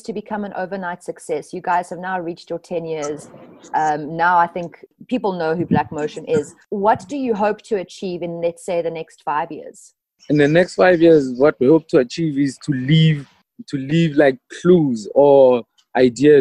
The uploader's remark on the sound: via Zoom